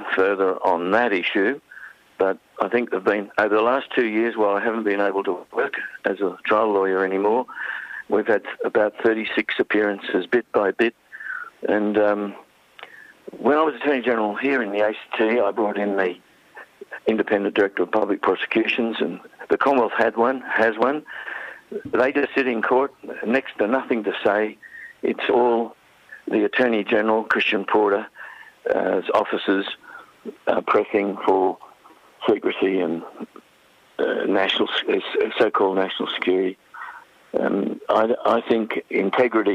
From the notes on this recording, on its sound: Phoned in to The Grapevine. Phoned in to The Grapevine.